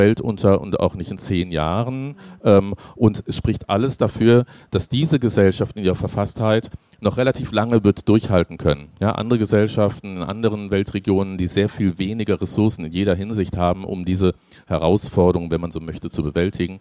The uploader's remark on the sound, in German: auf der Leipziger Buchmesse